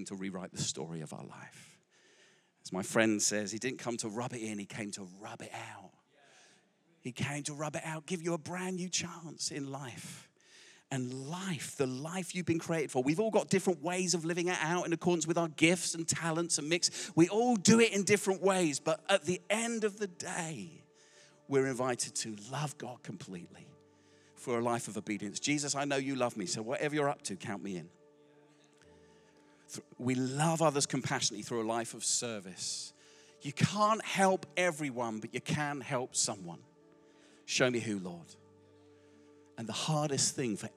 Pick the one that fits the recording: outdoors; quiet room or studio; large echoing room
large echoing room